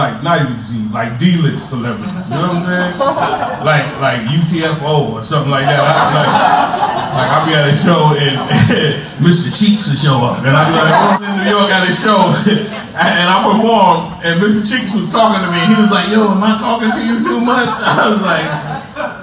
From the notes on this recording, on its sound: LIVE FROM THE FUNNY BONE. LIVE FROM FUNNY BONE.